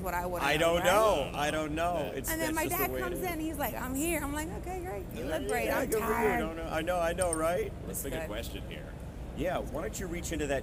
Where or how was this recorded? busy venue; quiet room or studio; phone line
busy venue